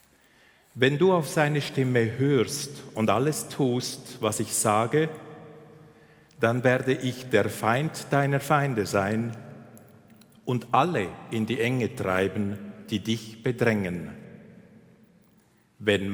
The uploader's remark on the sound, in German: Den römisch-katholischen Gottesdienst überträgt SRF live aus der Kirche St. Oswald in Zug.